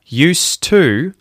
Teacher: used to, it has an S sound instead of a Z sound, right? Because if you say used with a Z sound, that is the verb to use something, right?